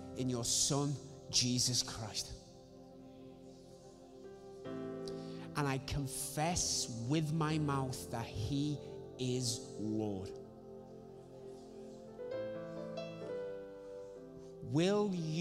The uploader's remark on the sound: Recorded Sunday 16 August 2020, 10:30am service.